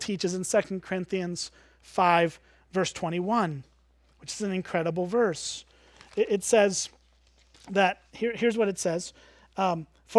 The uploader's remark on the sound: at Springbrook Church in Antigo, WI